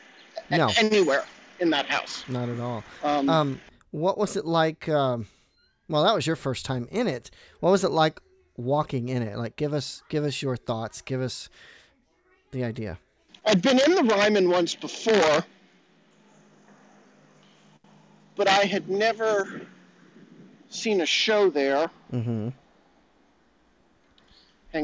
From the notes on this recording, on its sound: across the Cumberland River in downtown -- on foot